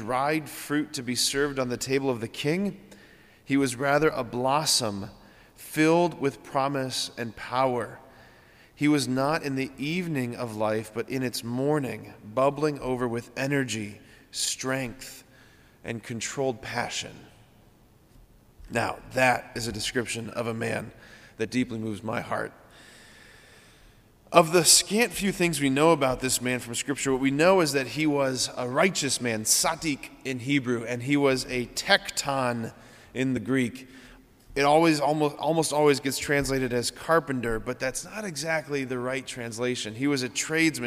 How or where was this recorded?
large echoing room